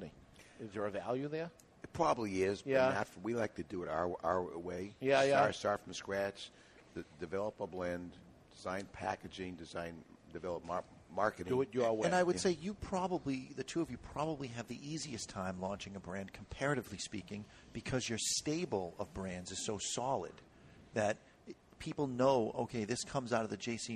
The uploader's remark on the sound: Broadcasting Live from the JC Newman Cigar Factory. For the 2014 Diamond Crown Experience.